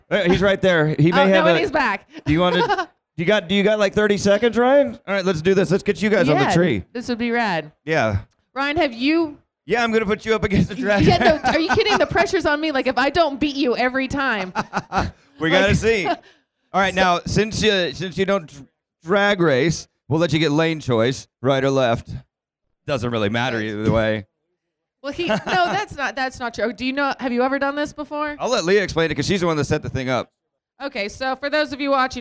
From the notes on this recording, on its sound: From the Shell Pioneering Performance Stage at SEMA 2019. Rock the Shell Pioneering Performance LIVE stage at the SEMA Show in Las Vegas.